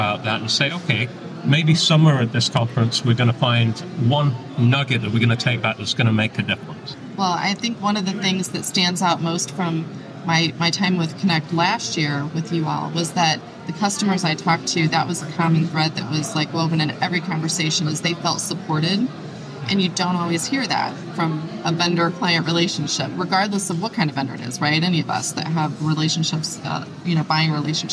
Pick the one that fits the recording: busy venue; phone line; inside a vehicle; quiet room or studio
busy venue